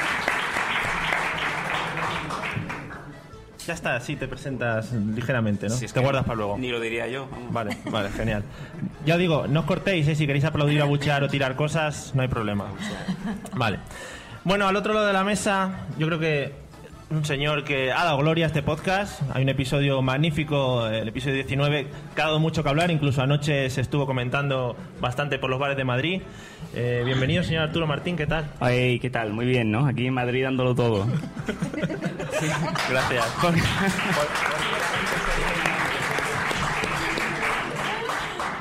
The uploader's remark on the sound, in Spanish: El episodio especial que grabamos en directo en las VII Jornadas de Podcasting. Tenemos que agradecer a Radio Podcastellano por el soporte ofrecido durante la grabación que salió magnífica.